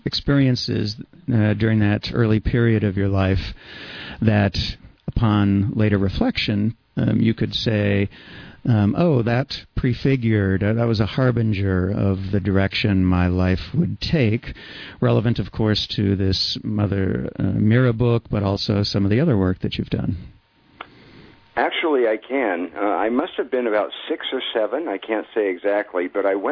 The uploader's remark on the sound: The Mystical Positivist - Radio Show. We speak by telephone.